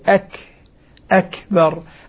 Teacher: أولا انحبس الصوت ثم جرى النفس · Term: الهمس